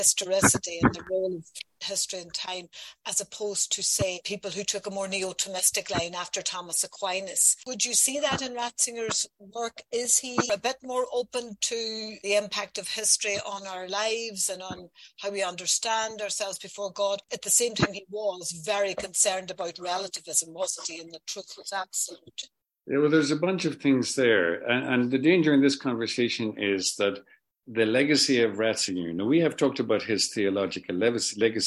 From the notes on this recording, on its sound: In this zoom interview